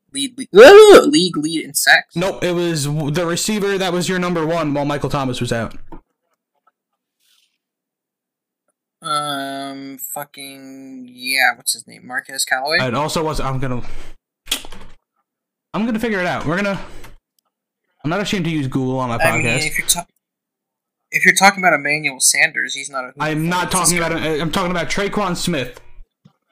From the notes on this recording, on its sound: In this technical difficulty filled episode of the podcast.